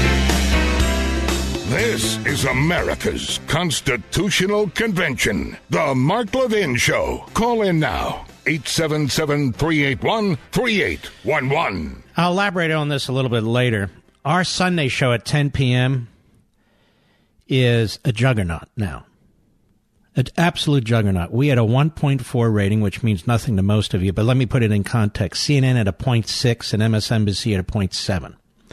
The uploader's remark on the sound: calls